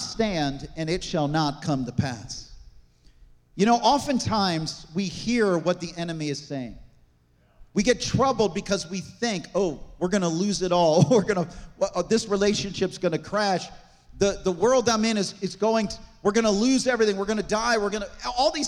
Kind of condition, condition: setting, large echoing room